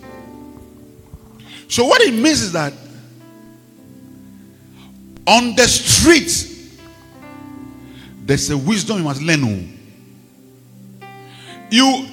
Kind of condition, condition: setting, large echoing room